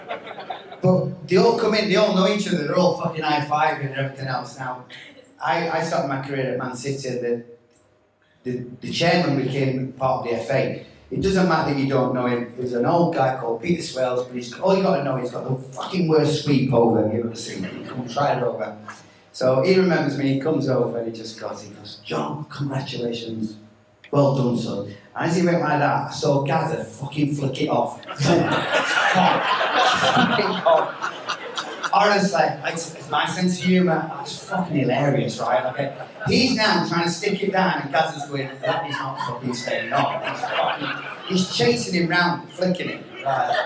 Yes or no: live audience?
yes